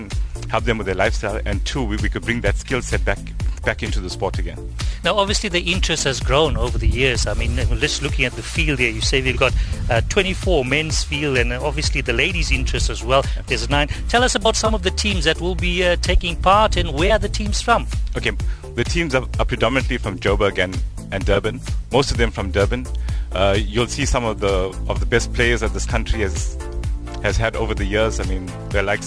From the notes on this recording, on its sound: The Official Drive team was live at the fifth edition of the National Masters Volleyball Championship held at UKZN. A record men’s field of 24 teams while nine female sides descended on Durban for the tournament, hosted jointly by eThekwini Volleyball and Legends Social Volleyball.